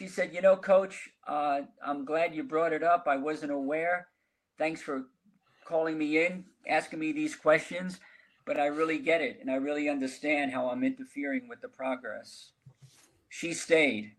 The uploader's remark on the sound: a live webinar discussion